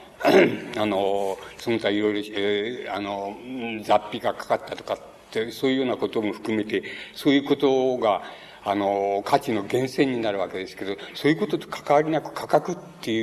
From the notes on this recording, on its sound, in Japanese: 場所：山梨県立文学館講堂。山梨県立文学館で行われた シンポジウムにおける講演。音源は主催者提供。